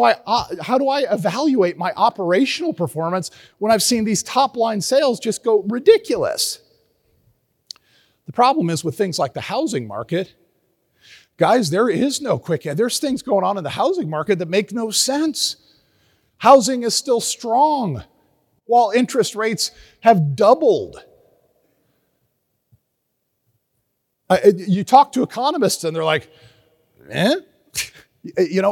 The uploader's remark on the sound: At the 2023 NHPA Independents Conference